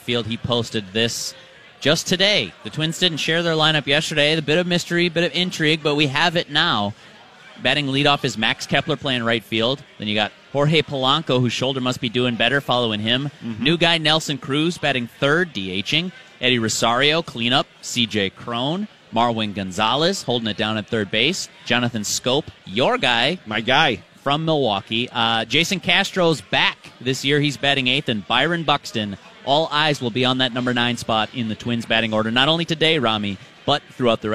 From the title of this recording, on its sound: LIVE from Kieran's Irish Pub